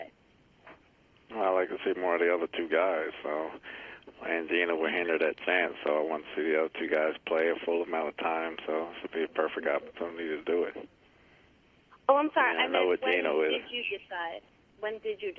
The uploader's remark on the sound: Conference Call. Jets HC Addresses the Media.